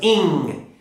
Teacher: If you just say that, ing, put your fingers here on the nose, ing. At the end of that sound, you should feel some vibration in your nose. · Term: ing sound